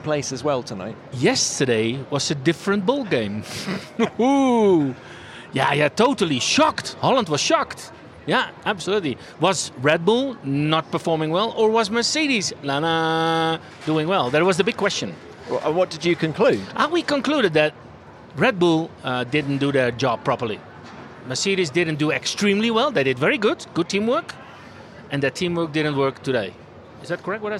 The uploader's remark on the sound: It’s an F1 Nation fiesta, recorded at the Autodromo Hermanos Rodriguez. Crash Red Bull’s post-race party.